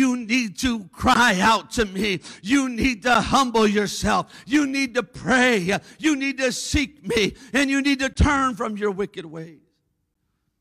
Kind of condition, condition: setting, large echoing room